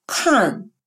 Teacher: А придыхательный – это «кх». Это русский «к», который произносится с придыханием